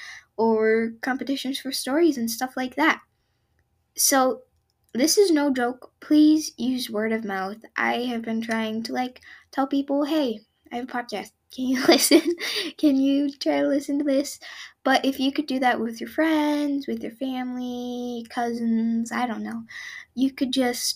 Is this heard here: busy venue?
no